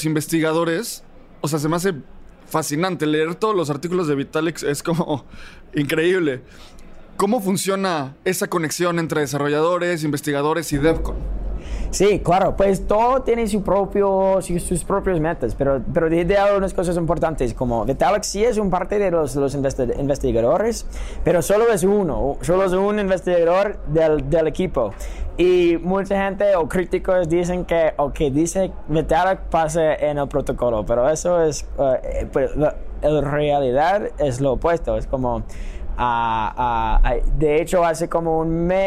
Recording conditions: busy venue